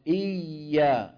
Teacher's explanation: إيا، لاحظوا ها، إيا، صوت الياء لا ينقطع لأنها حرف رخو